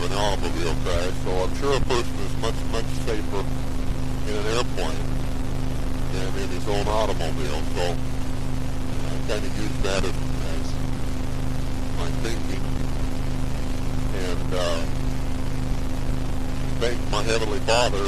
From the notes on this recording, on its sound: CGA Journal - Driving to Work.